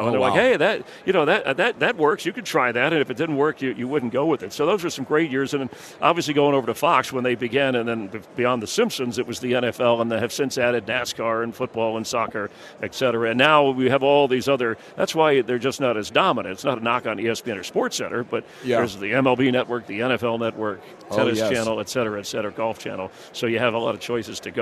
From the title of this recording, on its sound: live from Radio Row